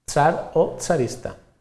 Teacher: la pronúncia africada d'aquest grup en posició inicial només és pròpia en registres molt formals